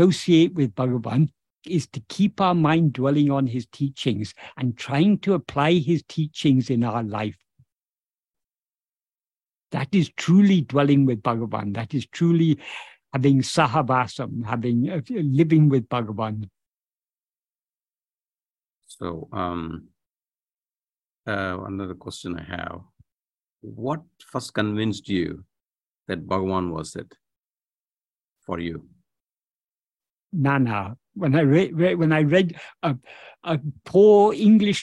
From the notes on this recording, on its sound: In a Zoom meeting with Sri Ramana Center, Houston.